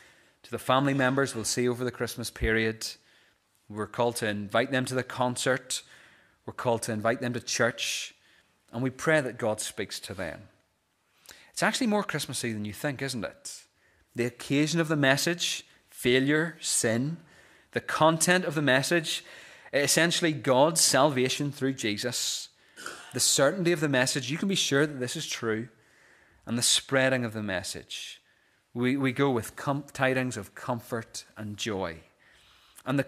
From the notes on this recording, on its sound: This is the recording of the Bible reading and sermon from our morning service on Sunday 3rd December 2023.